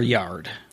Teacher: I say yard with a weird diphthong above the A